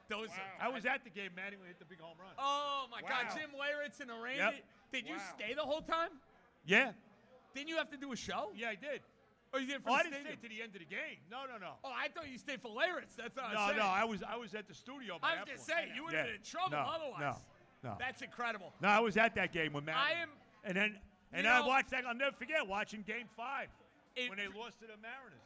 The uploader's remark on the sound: Live From Hackensack Brewing